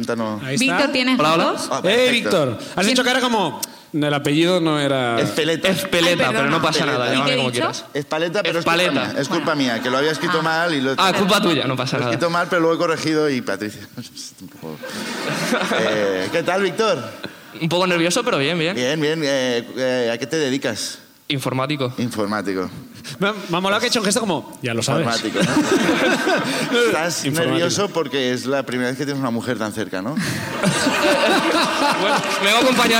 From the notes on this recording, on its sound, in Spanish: La Ruina desde Valencia. El público sube a contarnos sus problemas.